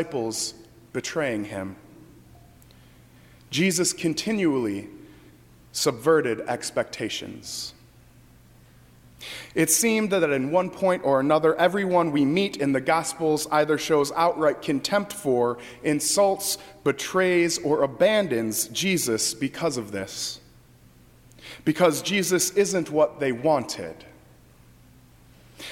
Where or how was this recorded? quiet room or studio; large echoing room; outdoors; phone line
large echoing room